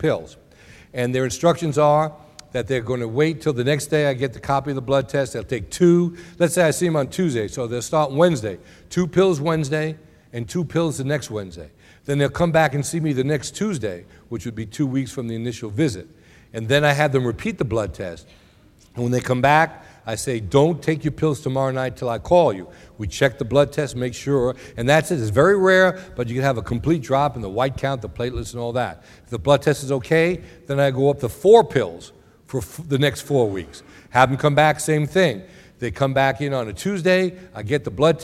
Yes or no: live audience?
yes